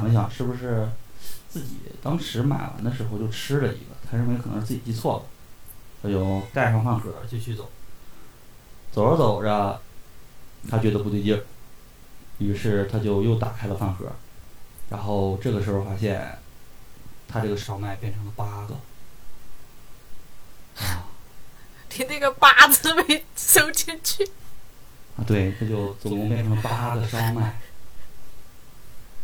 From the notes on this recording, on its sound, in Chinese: 这是一期音质诡异的节目。在我们录这期节目的时候，主播…的麦出现了问题，一顿一顿，时不时悄无声息。我们对其进行了修复，所以音质会很诡异。